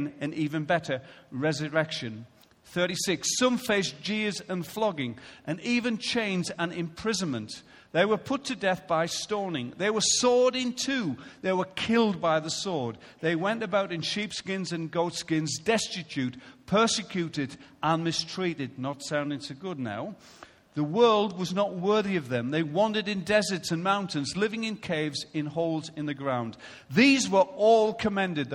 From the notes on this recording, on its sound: Recorded live at Life Church on Sunday 7th February 2016